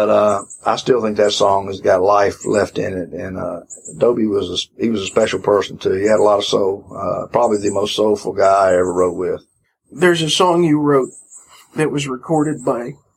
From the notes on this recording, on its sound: This interview was recorded outside a few years back and was then broadcast on FM radio.